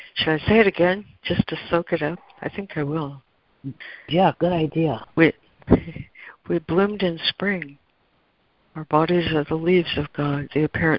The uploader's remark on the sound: ACIM Daily Conference Call